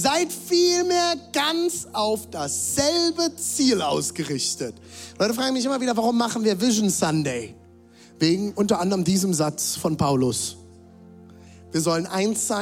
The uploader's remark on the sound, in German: Zeal Church Dresden. Audiomitschnitt der Predigt.